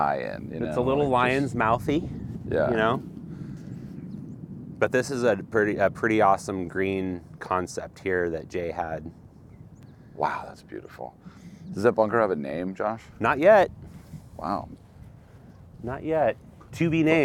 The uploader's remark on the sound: a first ever live interview at Golden Gate Park Golf Course